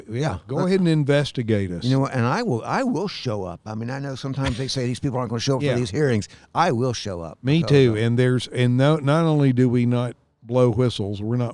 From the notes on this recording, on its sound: This episode recorded at Southern Appalachian Brewery in Hendersonville, NC. This episode recorded at Southern Appalachian Brewery in Hendersonville, NC.